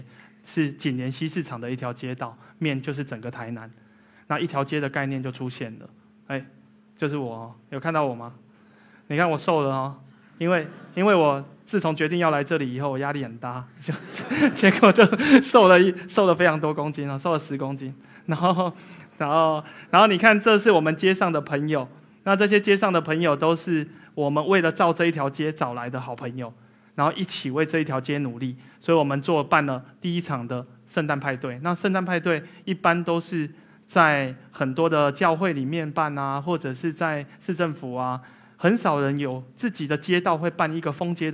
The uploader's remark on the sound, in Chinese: 一席现场